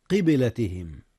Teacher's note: قلقلة الباء في قبلة حيث جاءت ساكنة